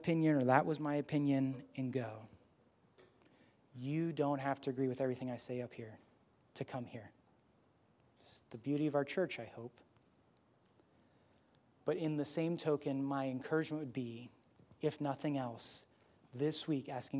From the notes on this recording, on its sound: Grace Church Barberton Campus